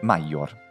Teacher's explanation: Cicerone scrisse con due I, come mai maior, perché era una consonante doppia. Cioè la I intervocalica latina è sempre doppiata